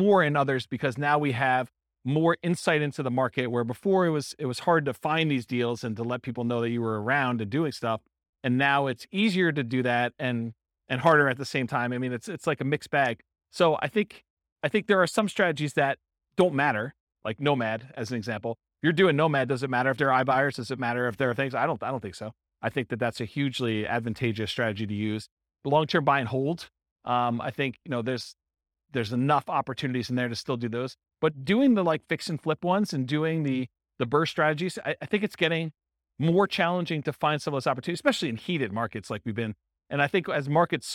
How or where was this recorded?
live audience